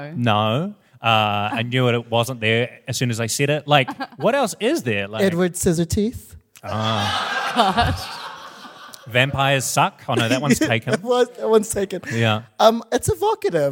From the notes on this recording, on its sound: our live audience